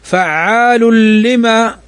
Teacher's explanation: تنوين بعده اللام، واللام من حروف الإدغام بغير غنة